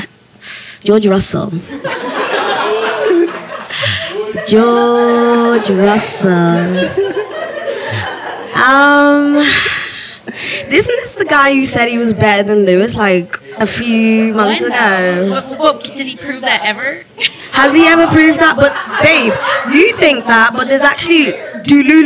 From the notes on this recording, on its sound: This week we come to you from our SOLD OUT live show in Austin, Texas. In front of an incredible crowd.